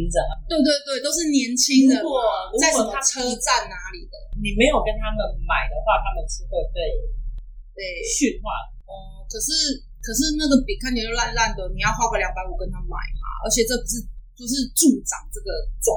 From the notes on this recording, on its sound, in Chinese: 收音糟,我知道,請忍耐,會改進~~~真心發現不能胡亂改錄音方式。